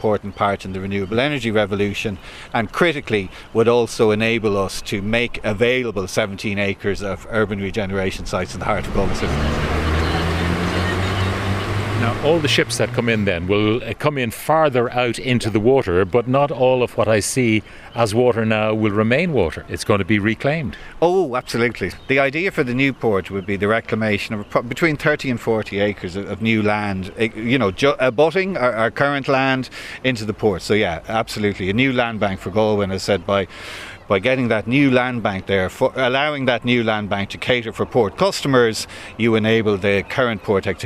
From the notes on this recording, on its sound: We take a walking tour of Galway Port.